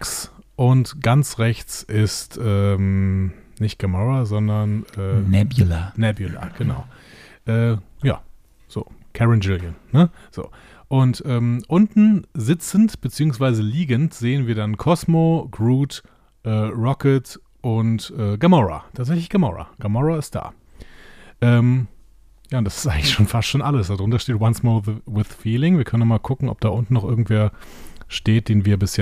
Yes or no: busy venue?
no